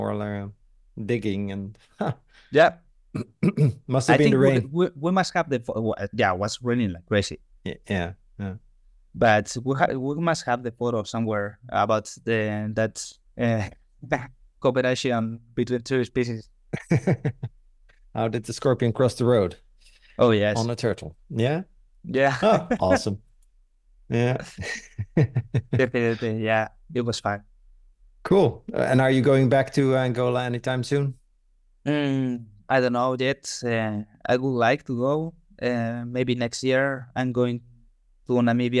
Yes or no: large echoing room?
no